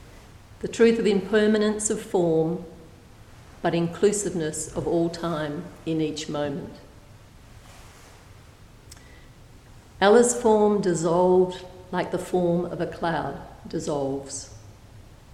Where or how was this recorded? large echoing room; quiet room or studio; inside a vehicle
large echoing room